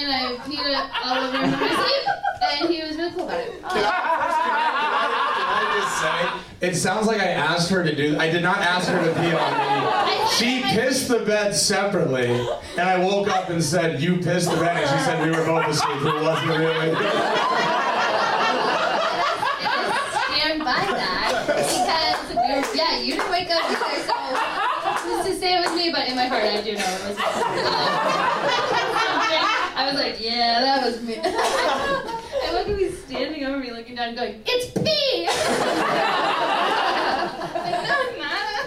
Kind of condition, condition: setting, live audience